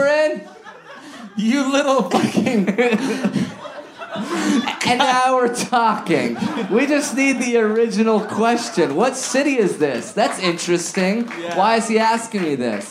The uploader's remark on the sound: live at Resident in Downtown LA!